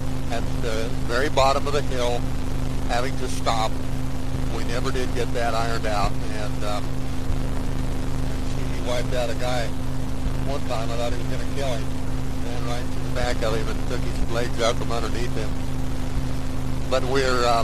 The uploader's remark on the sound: Driving Home from work